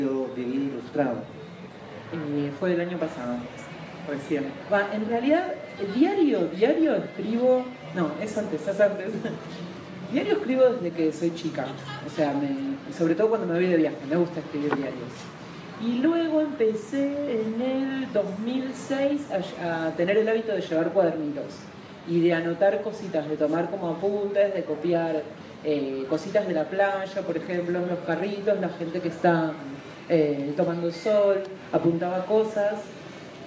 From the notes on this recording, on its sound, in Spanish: Audio registrado en el Parque Bustamante de Santiago de Chile en noviembre de 2014